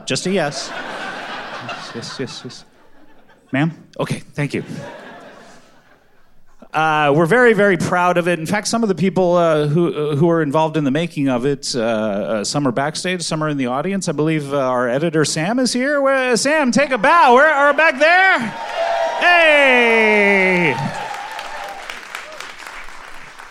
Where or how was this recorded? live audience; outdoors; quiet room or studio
live audience